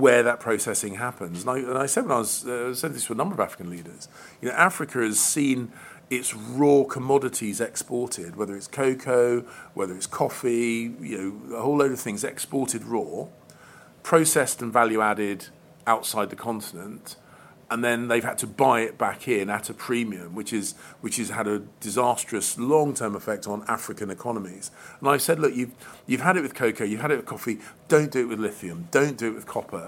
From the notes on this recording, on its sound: live from Conservative party conference